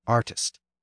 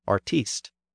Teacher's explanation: the stress has shifted forward in the older version, artist. But the stress on the final syllable has been retained in the newer version, artiste.